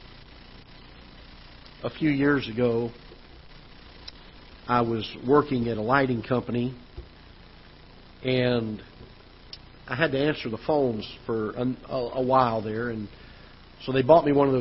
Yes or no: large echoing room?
yes